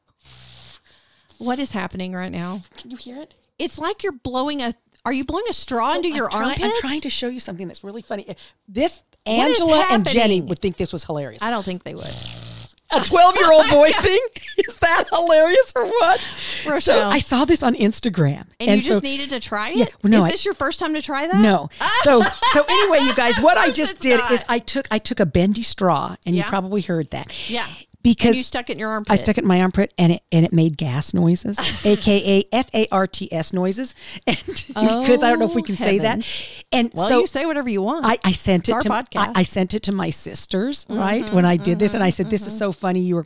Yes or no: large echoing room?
no